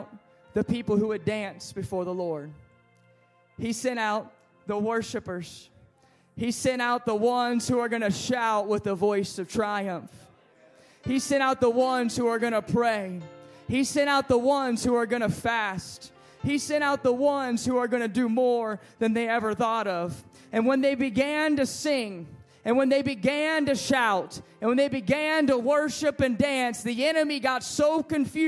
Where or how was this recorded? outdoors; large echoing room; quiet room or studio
large echoing room